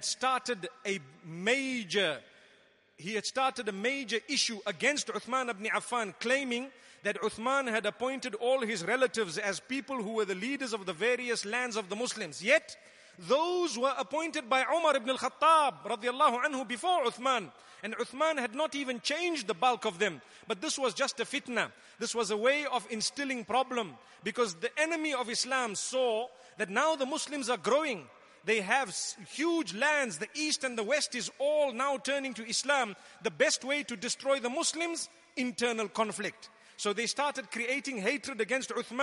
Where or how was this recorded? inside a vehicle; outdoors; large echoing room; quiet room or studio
large echoing room